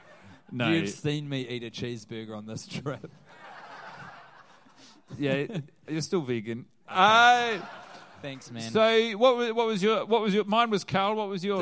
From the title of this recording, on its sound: Live in NYC